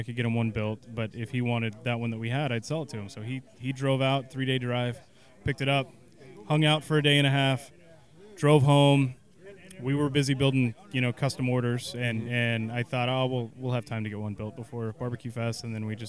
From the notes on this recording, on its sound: Live from Snow's at Texas Monthly BBQ Weekend. We had a slew of cooks, owners and talking heads, so many in fact, that if I had had 10 mics it wouldn’t have been enough. The mics move around fast. I’ve got to go wash my mics, they’re covered in grease.